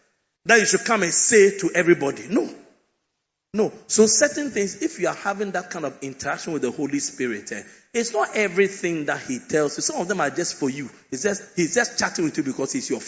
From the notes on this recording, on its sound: Preached at the Victory Secrets Service - The Makarios Cathedral, HQ